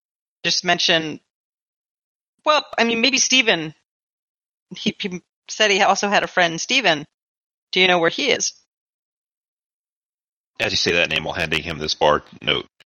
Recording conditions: drop-outs